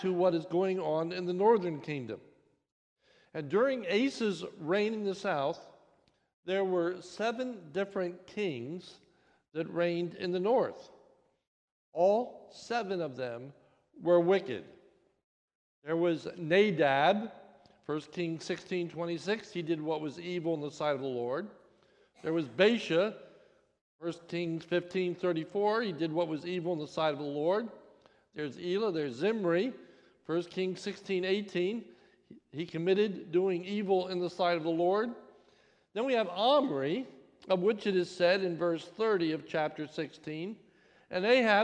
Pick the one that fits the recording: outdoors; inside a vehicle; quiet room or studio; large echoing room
large echoing room